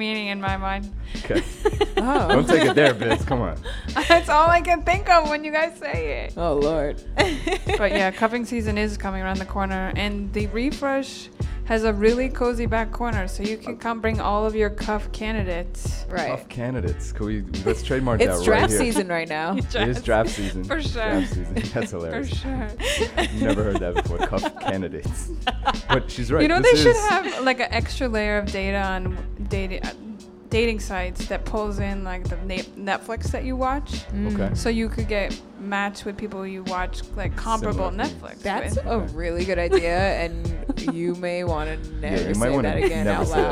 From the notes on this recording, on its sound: Originally broadcast live on September 26, 2016 from the storefront of The Late Late Bar on Houston Street in New York City